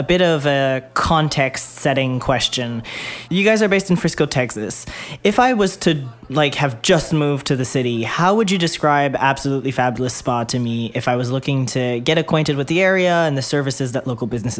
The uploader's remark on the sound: Live From Strategies TBX23